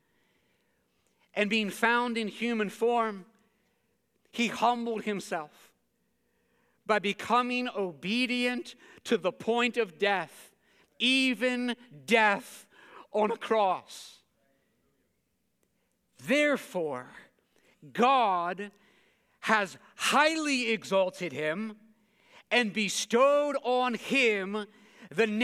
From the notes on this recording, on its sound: preached this sermon at Covenant Fellowship Church on June 4, 2023.